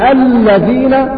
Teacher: تجد ان اللام تخرج من ادنى حافتي اللسان